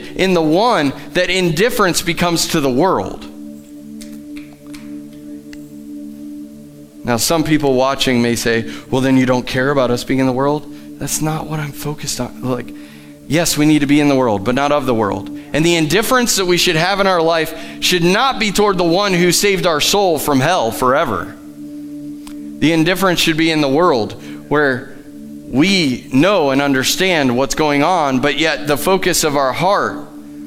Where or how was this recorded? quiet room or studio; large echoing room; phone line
large echoing room